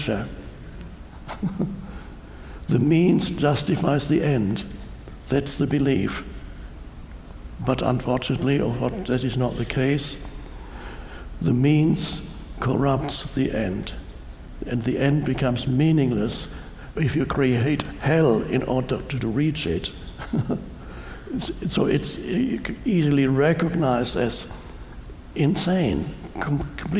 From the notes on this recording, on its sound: talks to a live audience